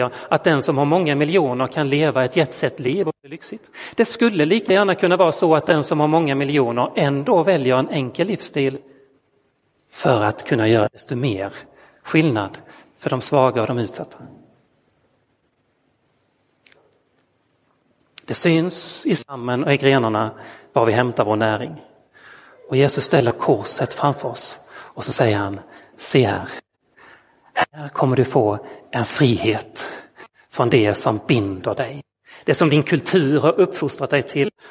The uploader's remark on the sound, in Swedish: Inspelad i Roseniuskyrkan den 16 oktober 2022.